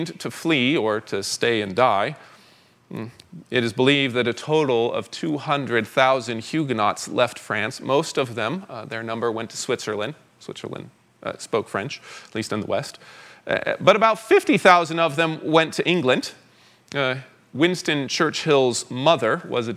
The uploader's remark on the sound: 2023 Fall Conference Talk #1